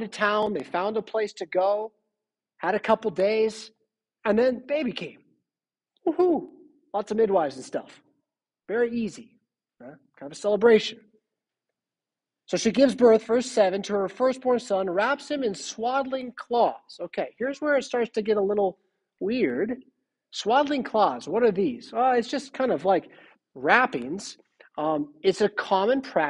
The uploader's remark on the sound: Preached at St Paul Lutheran Church , Rockford, Illinois on December 25, 2022.